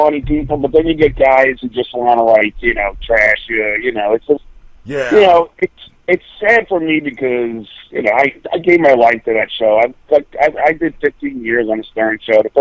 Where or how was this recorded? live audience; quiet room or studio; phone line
phone line